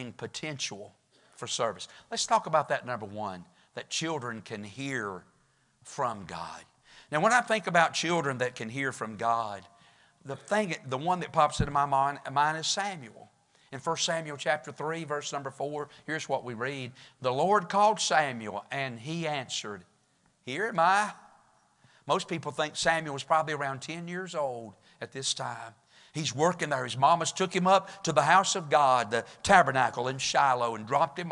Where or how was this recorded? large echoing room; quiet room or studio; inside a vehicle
large echoing room